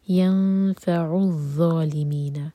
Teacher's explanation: ظا کے لیے ہماری زبان اوپر والے دانتوں کو ٹچ کرنی چاہیے اور پیچھے سے زبان اٹھے گی اور منہ بھر کر پڑھیں گے